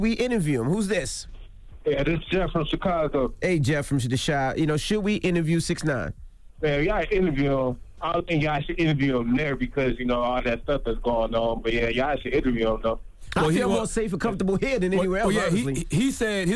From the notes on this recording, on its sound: we opened up the phone lines